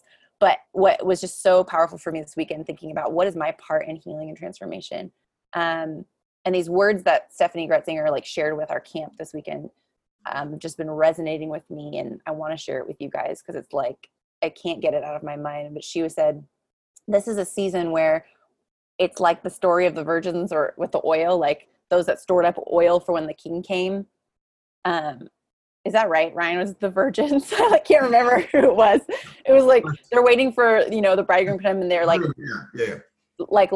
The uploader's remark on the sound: LWRV Zoom Church.